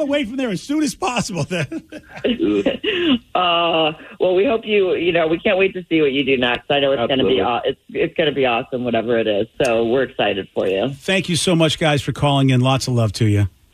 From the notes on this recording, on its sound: call